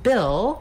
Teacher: we have the vowel I, which is a lax high front vowel. Basically, that's the same vowel sound that's in did.